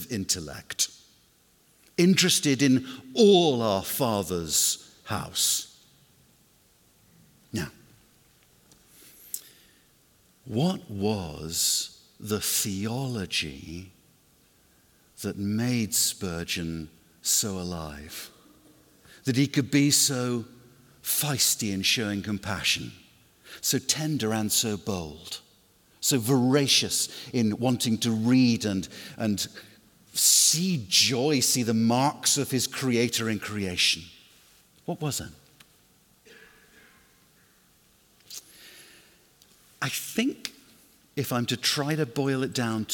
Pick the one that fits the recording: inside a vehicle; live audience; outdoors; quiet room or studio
live audience